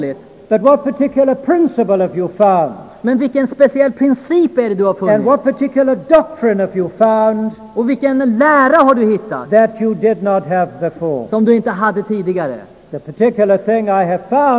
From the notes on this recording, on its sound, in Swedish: Inspelad i Saronkyrkan, Göteborg 1992-05-21.